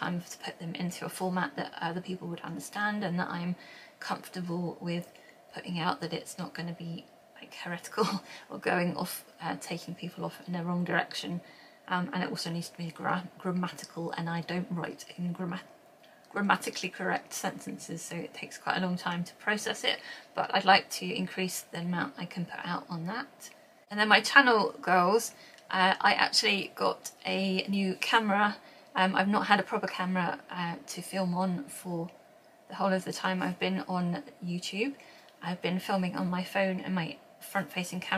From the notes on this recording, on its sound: Apologies if you can hear any background noise. I’m still learning how to use the camera!